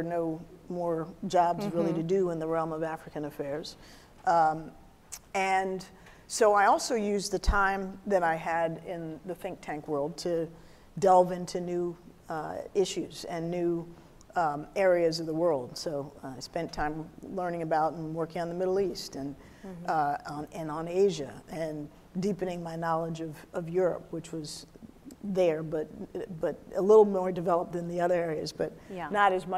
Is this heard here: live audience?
yes